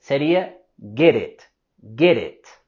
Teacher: podemos vincular con la R suave con get it